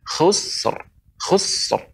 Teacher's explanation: sin bukanlah huruf qalqalah, jadi nggak bisa dipantulkan. Cuman kita berikan ra di ujungnya